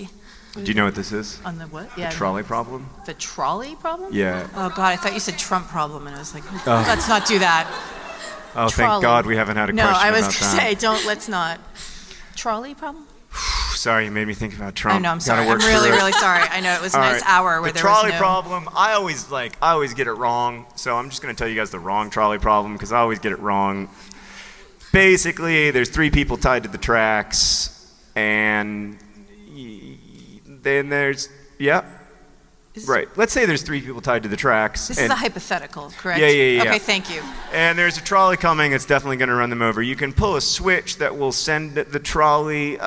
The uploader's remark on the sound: Live from NerdCon: Stories